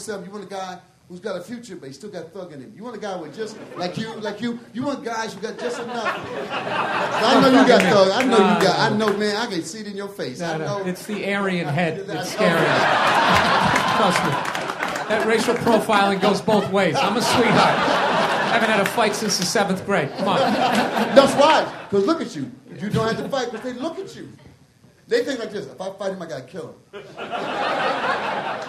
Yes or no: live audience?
yes